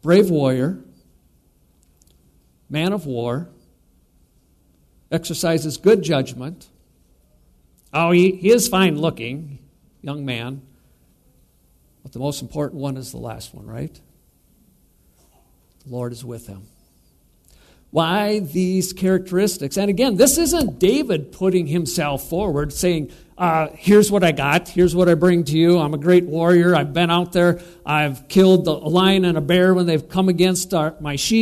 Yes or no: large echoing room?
yes